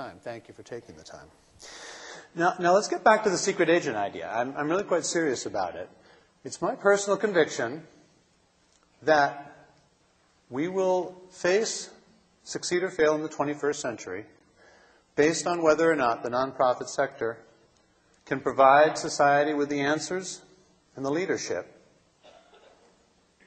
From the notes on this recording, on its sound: keynote address from the 2007 Conference for Nonprofits